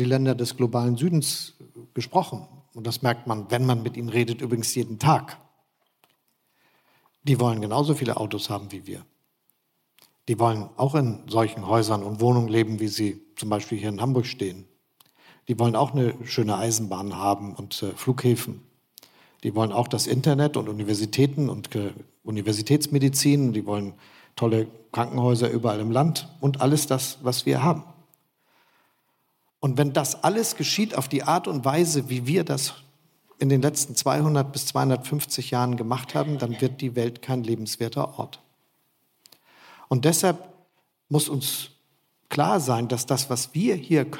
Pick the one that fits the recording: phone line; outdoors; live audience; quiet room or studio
live audience